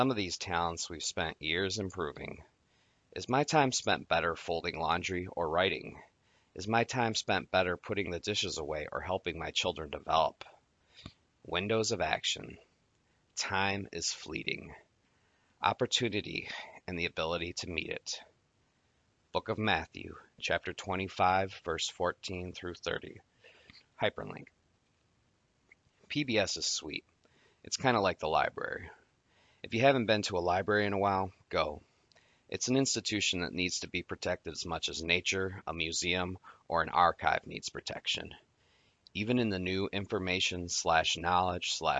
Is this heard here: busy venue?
no